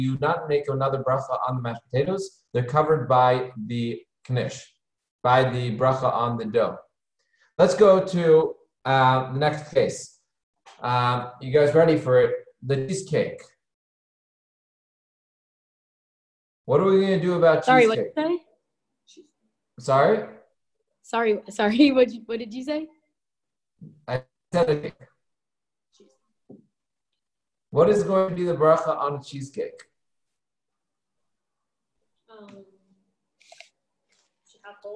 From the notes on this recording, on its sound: Halacha Zoom Class 5/3.